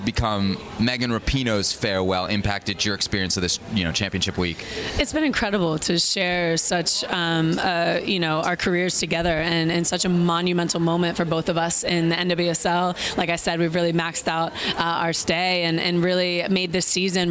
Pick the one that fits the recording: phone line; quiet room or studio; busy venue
busy venue